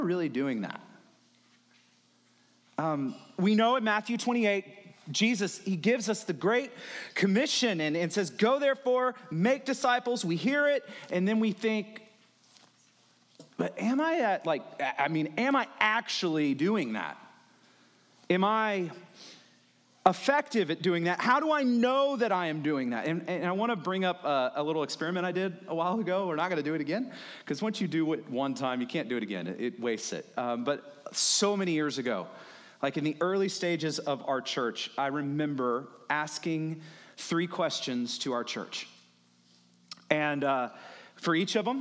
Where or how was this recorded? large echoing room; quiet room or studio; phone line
large echoing room